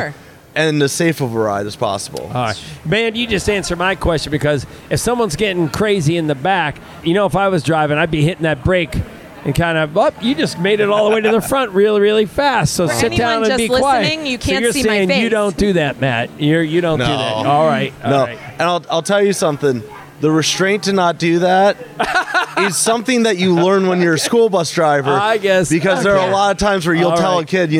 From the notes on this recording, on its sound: Set up some borrowed chairs on a sidewalk near the Convention Center, some microphones a camera and tripod and, boom, there ya have a podcast! Of course with weird looks from everyone passing by.